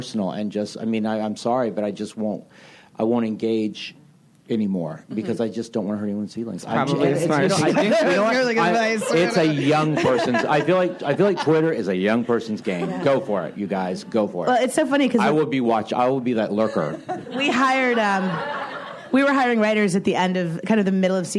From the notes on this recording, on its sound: Recorded at ATX Television Fest in June 2015.